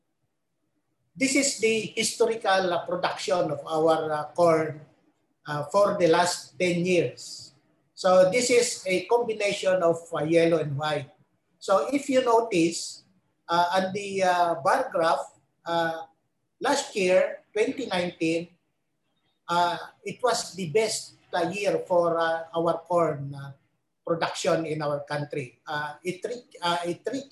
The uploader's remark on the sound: In this webinar